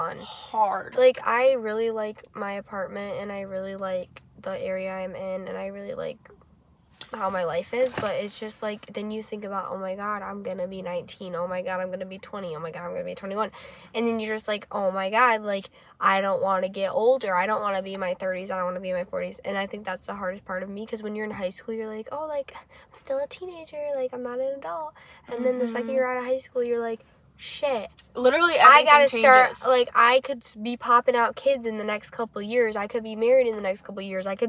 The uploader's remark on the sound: We filmed in the car to change it up a little bit!